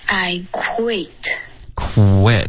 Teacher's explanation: quit 这个呜的这段呢就已经要嗓子震动了